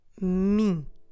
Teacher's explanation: It is similar to the English pronoun me, but this time we need to make it nasal. · Term: the nasal sound